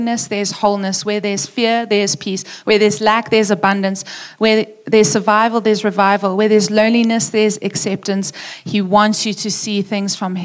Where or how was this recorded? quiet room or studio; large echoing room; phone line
large echoing room